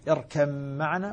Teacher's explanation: تصبح ميما مشددة إدغاما كاملا تسقط الباء ذاتا وصفة · الإدغام هنا بغنة لأن أصبحت ميما مشددة · Term: الإدغام بغنة